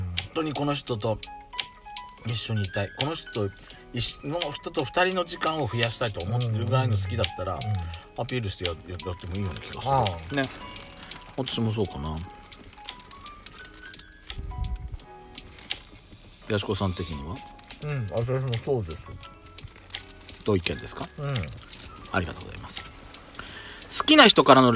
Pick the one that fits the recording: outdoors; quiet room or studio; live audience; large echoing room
outdoors